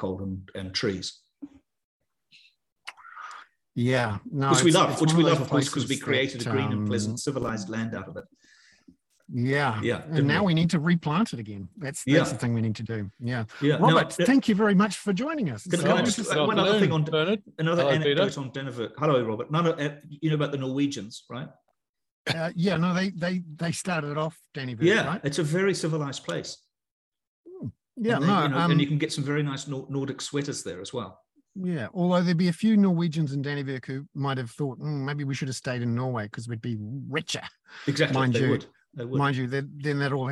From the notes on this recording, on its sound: The podcast above is a recording of our weekly ‘hoon’ (plural for Kaka) webinar for paying subscribers